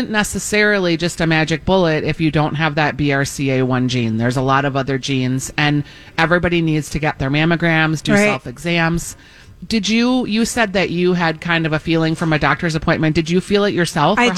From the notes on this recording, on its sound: Broadcasting live at Southern Lights bringing awareness to cancer.